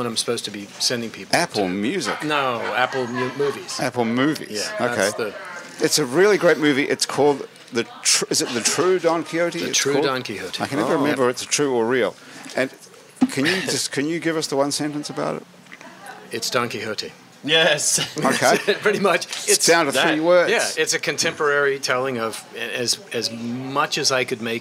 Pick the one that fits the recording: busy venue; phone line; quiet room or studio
busy venue